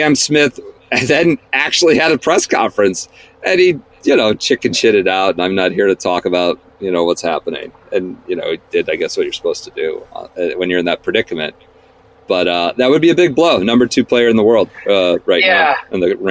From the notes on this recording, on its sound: Sits in the car outside a beach house. Scoots through rural Nebraska in his own vehicle.